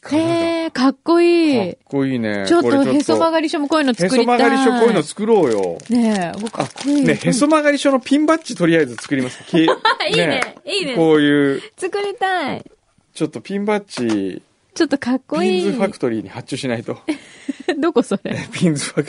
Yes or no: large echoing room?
no